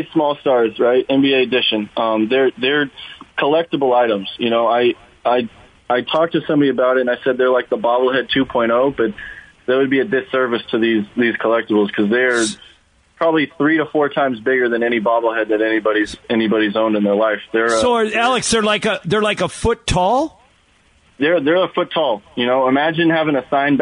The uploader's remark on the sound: called in to the Mason and Ireland show